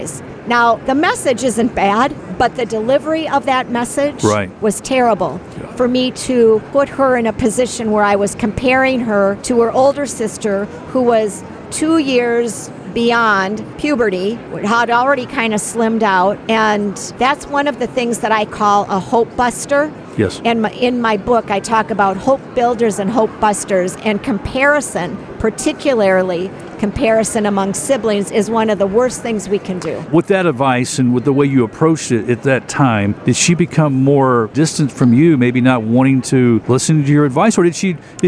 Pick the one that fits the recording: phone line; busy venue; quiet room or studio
busy venue